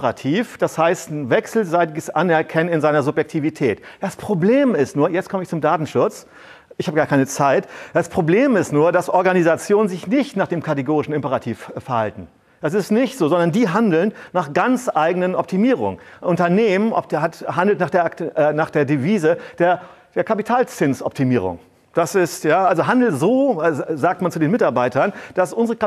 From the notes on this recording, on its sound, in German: Ein Vortrag im Rahmen der Night of Open Knowledge (Nook) in Lübeck: Die NooK ist eine offene Vortragsveranstaltung die sich an ein technik- und gesellschaftsinteressiertes Publikum jedes Wissensgrads und jedes Alters richtet.